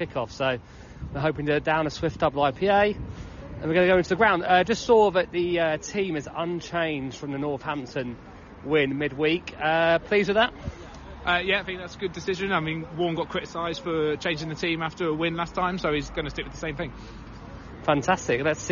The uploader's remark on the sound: Recorded live from the away end. As Warne's Rams travel to Crewe Alexandra in the first round of the FA Cup.